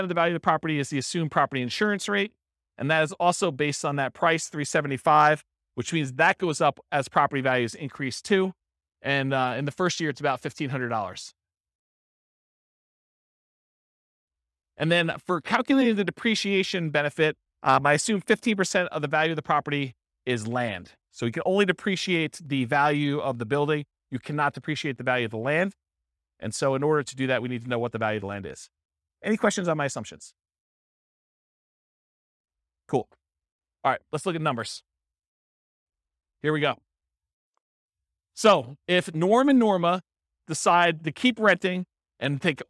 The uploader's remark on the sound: This was a live class recorded